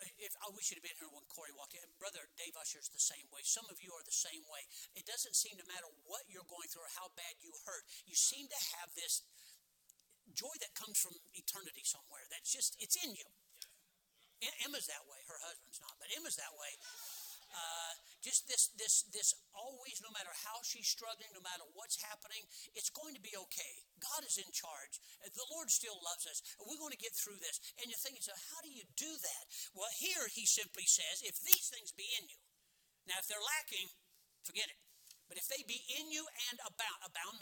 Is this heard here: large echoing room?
yes